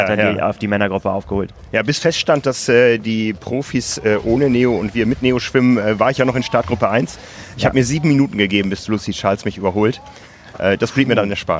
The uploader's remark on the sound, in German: Live aus Roth! Haben ihr Studio nämlich direkt an der langen Anmeldeschlange für die Challenge Roth 2020 aufgebaut. Talken live mit Zuschauern.